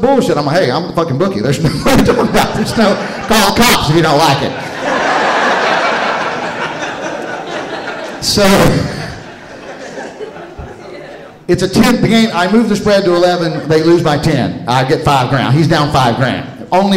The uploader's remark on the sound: Live From Charleston! At the Charleston Comedy Festival in South Carolina.